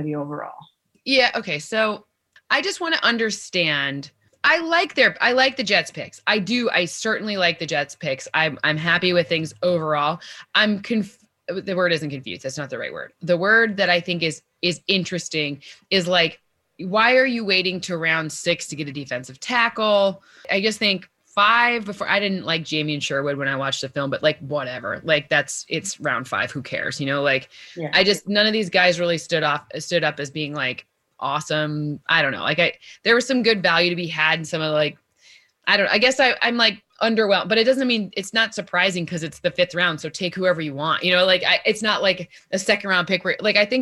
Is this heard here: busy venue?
no